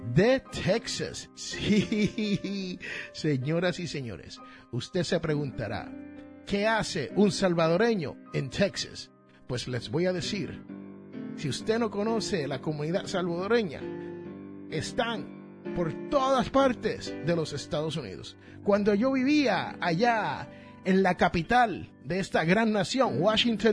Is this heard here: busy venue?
no